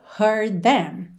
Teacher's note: Então a gente tem esse D. Consoante oclusiva fechando heard, já vai juntar num som só com o T, que é na verdade TH